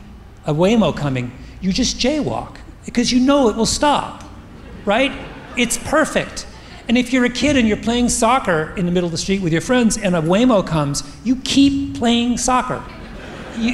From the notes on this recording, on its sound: From our first-ever Revisionist History: LIVE events at the Town Hall in New York City and the Fillmore Philadelphia